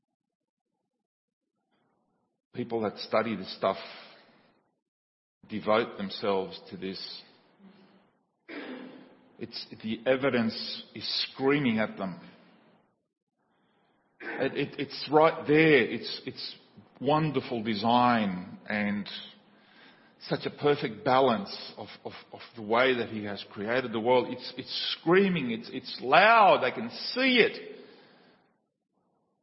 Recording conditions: large echoing room